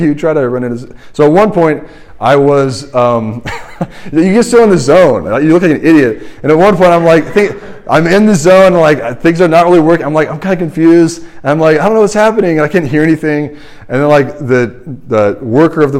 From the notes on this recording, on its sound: This is the sermon from RUF Large Group at Washington & Lee, 4/25/23